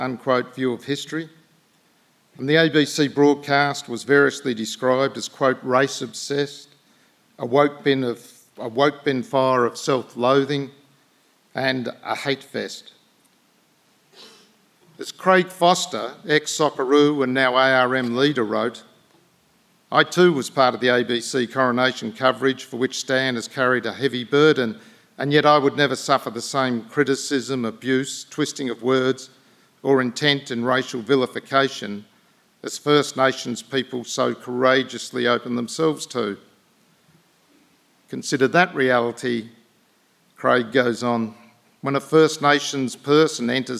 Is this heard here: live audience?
yes